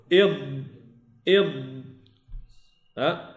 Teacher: الضاد فيها استطالة تظهر منها الرخاوة، فيها استطالة تظهر من الرخاوة، سأتي مع الاستطالة لأن ما كنقولوش إضاء، غلط أن نقول إضاء، وإنما نقول إض إض.